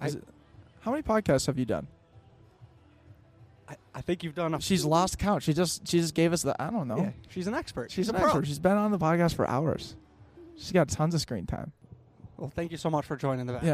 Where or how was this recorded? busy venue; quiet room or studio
busy venue